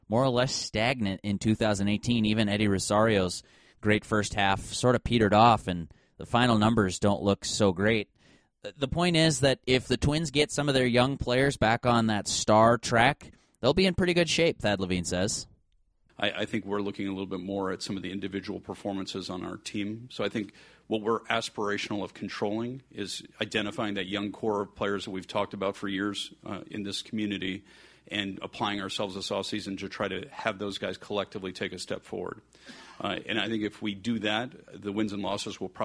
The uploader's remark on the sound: Scenes from the press conference